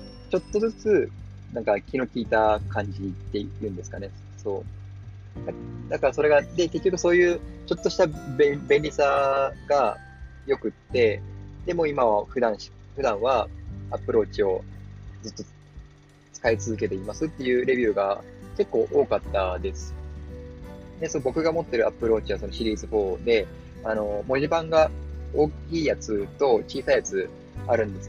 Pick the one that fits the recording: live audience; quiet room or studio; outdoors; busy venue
outdoors